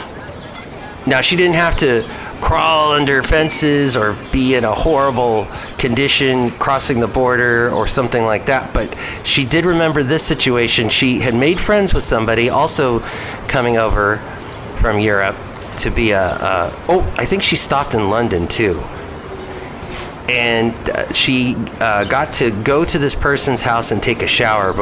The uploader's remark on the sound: podcast live from Cafe Anyway